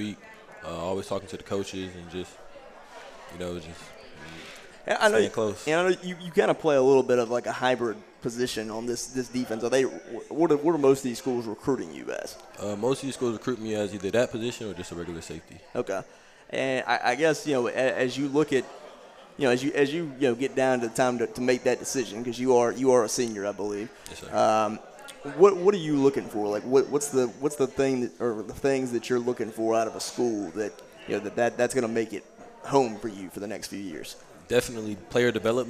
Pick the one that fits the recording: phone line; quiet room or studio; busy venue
busy venue